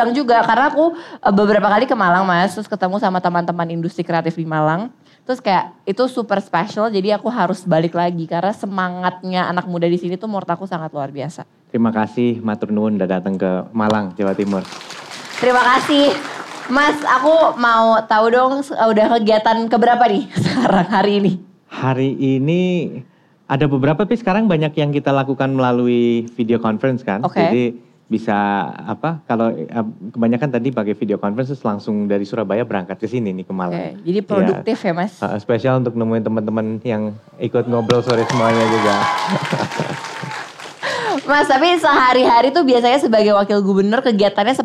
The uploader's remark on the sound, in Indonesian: Live On Stage di Malang supported by BNI. Ngorbol Sore Semaunya Live On Stage Kota Malang.